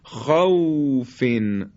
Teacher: اون صفت دو حرف واو و یای ساکنه ما قبل مفتوحه، یعنی زمانی که واو و حرف یا ساکن باشن قبل از اونا حرف قبلی یعنی دارای حرکت فتحه باشه، مثل یومن یومن واو ساکن ما قبل مفتوح، یا قومون یا خوفین. واو ساکن ما قبل مفتوح رو خیلی نرم ادا میکنیم